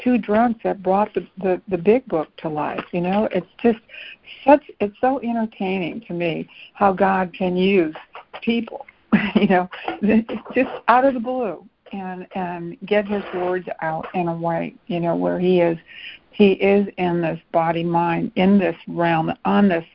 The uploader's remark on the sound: ACIM Daily Conference Call